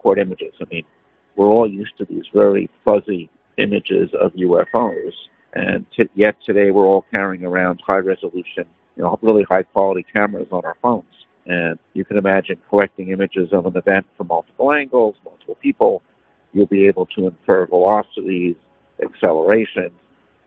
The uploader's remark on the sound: Audio not great but it's a cell phone on a train, after the NASA press conference to present the NASA UAP report.